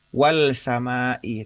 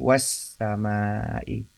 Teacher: Ya, idgham syamsiyah. Idgham artinya alif lam ini tidak dibaca, lam sukunnya tidak dibaca secara jelas, tetapi justru melebur. · Shown in: second take · Itu ini melebur menyatu dengan huruf sin di situ.